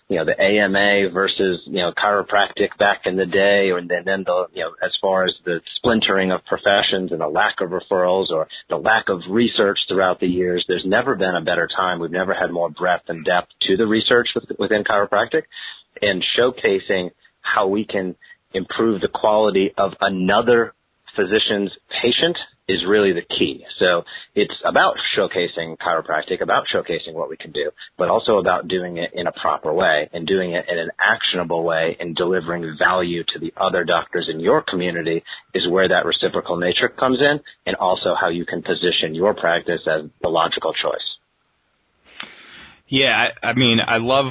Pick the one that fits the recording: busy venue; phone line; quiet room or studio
phone line